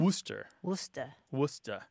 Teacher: But we've got a couple linguistic things happening here, including haplology, which is a word that I love, which is where two syllables that sound alike that are back to back kind of just become one syllable that sounds like that.